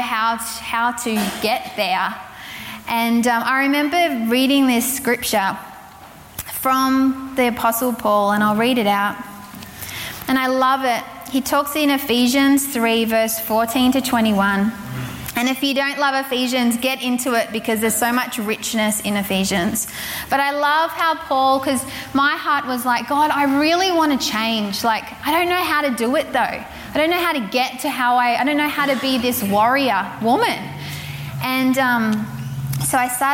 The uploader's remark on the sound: Recorded from Zion Church’s Sunday Service on the Gold Coast, 4pm at Burleigh Waters Community Centre on the 8th of May 2022.